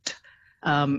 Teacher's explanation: T is what's called a voiceless consonant, so your vocal folds aren't vibrating then with t.